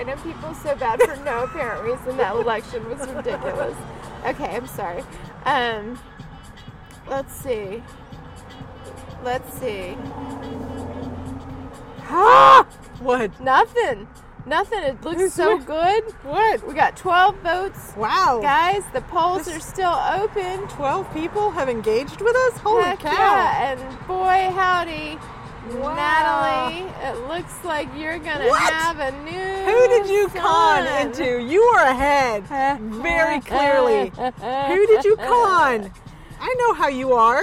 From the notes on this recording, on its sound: Due to the nature of the location, it does sound like they are playing in traffic.